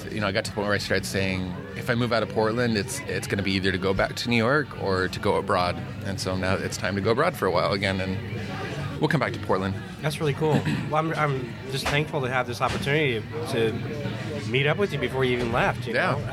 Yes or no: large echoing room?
no